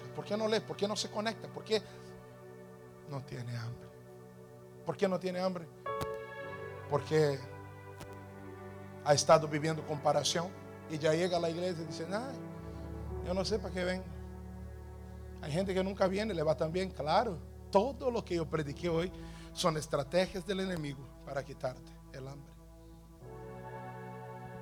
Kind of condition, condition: setting, large echoing room